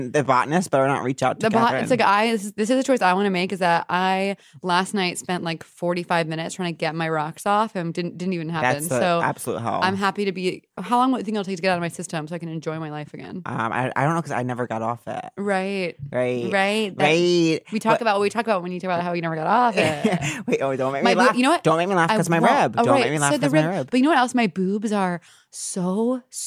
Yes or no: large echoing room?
no